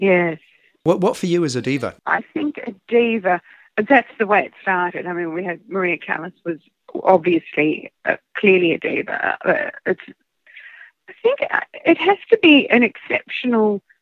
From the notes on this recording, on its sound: via phone